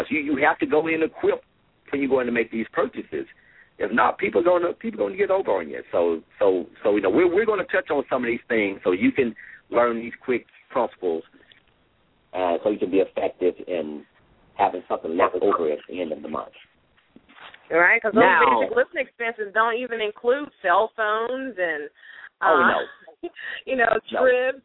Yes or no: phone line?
yes